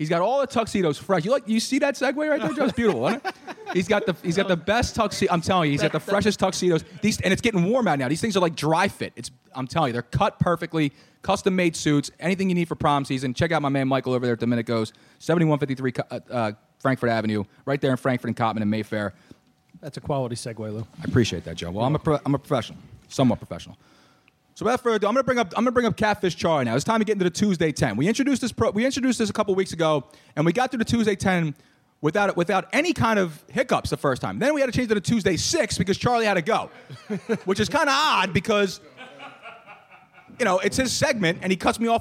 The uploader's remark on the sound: It's a pizza party here tonight at Moonshine! In a cross promotion with Snap Custom Pizza, free pizza was provided for everyone here live.